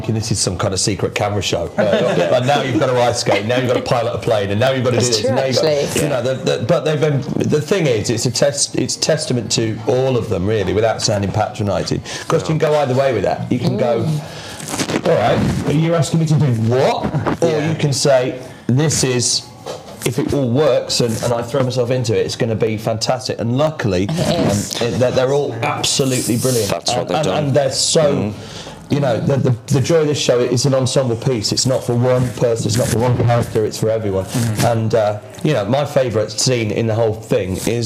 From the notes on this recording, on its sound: the Snow White Facebook live from The Wolverhampton Grand